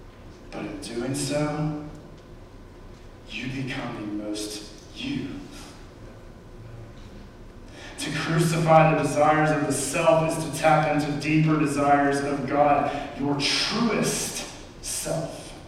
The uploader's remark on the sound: We Apologize for the Audio in this clip.